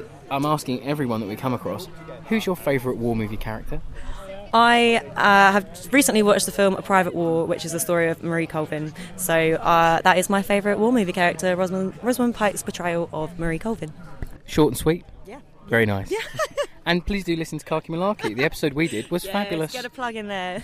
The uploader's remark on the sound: We Have Ways Fest Wind-down 2022. Apologies for some of the wind noise, it was a gusty day!